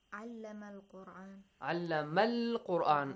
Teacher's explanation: But if you start from another word, a previous word, and you join those two words, the previous word with the word having Hamzatul Wasl, in this case, Hamzatul Wasl is skipped, it becomes a silent letter